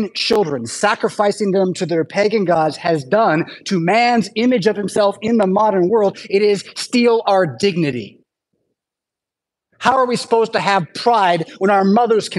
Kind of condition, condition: setting, large echoing room